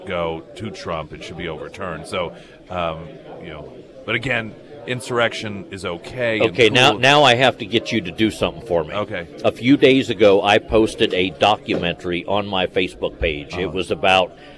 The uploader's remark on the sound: live at Scramblers Diner